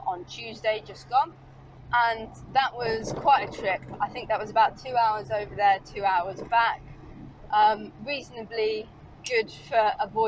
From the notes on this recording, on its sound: all recorded from my 1968 Morris Minor, Peggy